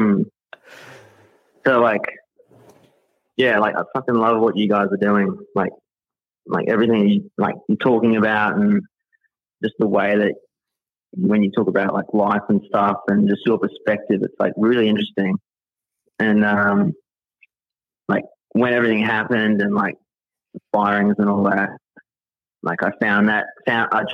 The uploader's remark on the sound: Live Call In Show